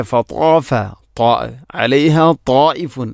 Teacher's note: ഫതാഫ അലൈഹ തായിഫു മിർ റബ്ബിക വഹും നായിമൂൻ, ഇവിടെ ഫതാഫ അലൈഹ തായിഫുൻ, അവിടെയും ത്വാ, രണ്ടിലെയും ത്വാ എന്ന അക്ഷരമാണ് ശ്രദ്ധിക്കേണ്ടത്. ത്വാ എന്ന അക്ഷരം ഉച്ചരിക്കുമ്പോൾ നാവിൻ്റെ മധ്യഭാഗം അണ്ണാക്കിലോട്ട് ചേർന്ന് വരണം. ഇനി തായിഫുൻ, അവിടെ മദ് മുത്തസിലുണ്ട്, മദ്ദിൻ്റെ അക്ഷരമായ അലിഫിന് ശേഷം ഹംസ, അതേ പദത്തിൽ വരുമ്പോൾ നാലോ അഞ്ചോ ഹർക്കത്തിന് തുല്യമായിട്ട് നീട്ടൽ നിർബന്ധമാണ്.